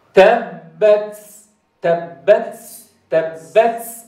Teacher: هاي التاء المهموسة ومشوبة سينا هذه هذا همس خطأ